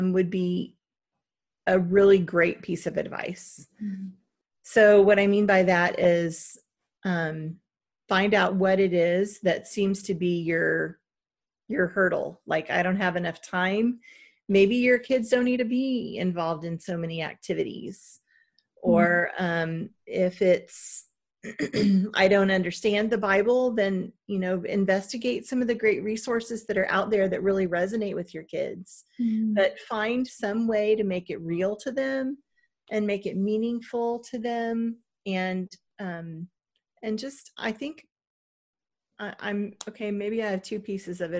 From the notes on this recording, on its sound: sat down on a Zoom call